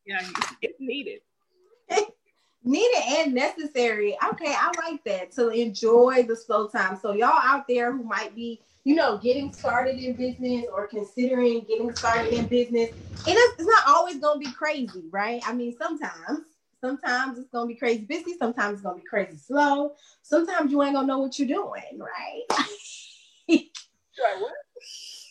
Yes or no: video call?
yes